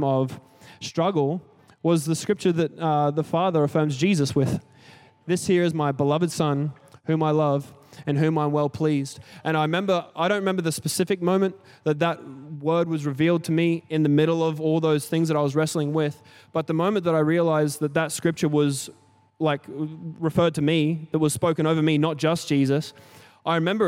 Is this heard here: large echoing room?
yes